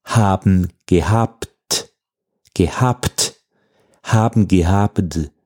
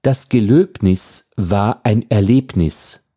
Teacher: Auch ein weiches B am Ende eines Wortteils, am Ende einer Silbe oder auch schon am Ende eines gesamten Worts, also ein weiches B am Schluss muss immer etwas härter ausgesprochen werden, also in Richtung P. Auch wenn es sich durch die Beugung ergibt.